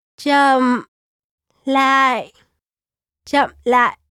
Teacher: The last two words, chậm lại, literally means more slowly and are said in the sharp falling tone.